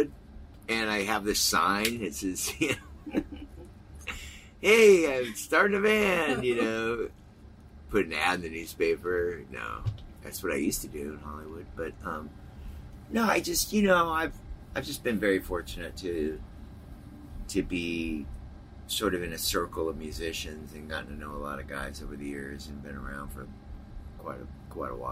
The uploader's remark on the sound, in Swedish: i nightlinern backstage på Sweden Rock Festival